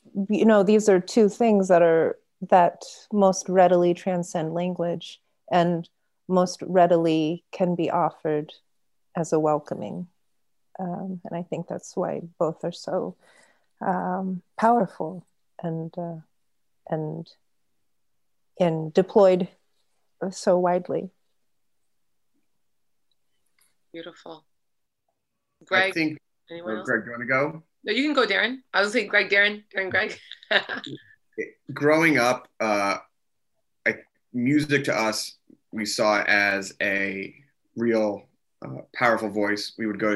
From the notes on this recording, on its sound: This episode is a live recording of the Bay Area stop on the virtual tour for our new book. We were immensely honored to have our friends at Oxfam America as our partners and hosts for this event.